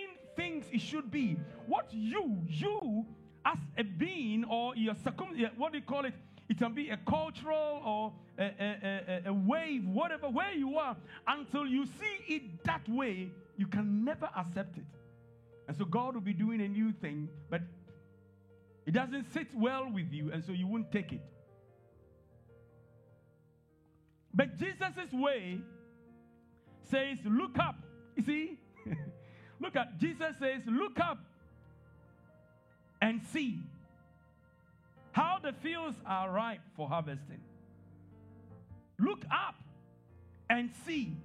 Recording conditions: large echoing room